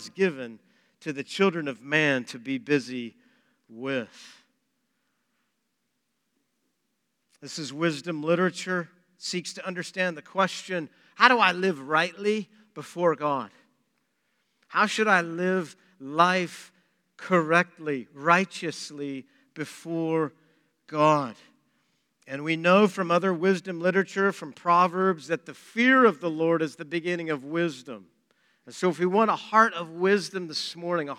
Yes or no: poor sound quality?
no